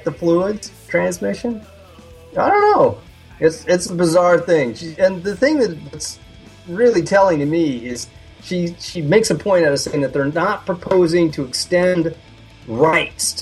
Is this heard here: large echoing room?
no